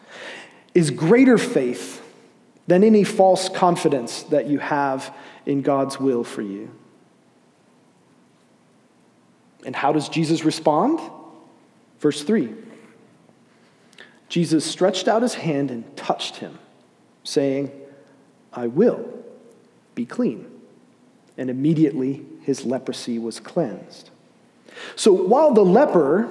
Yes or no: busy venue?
no